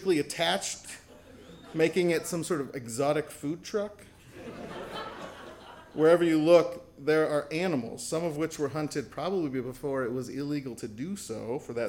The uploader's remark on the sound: recording from the January 2018 Story Show